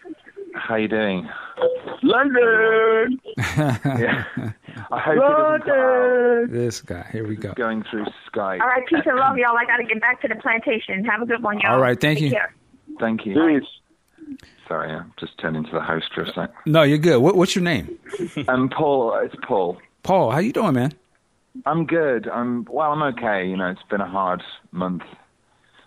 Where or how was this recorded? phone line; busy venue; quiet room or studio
phone line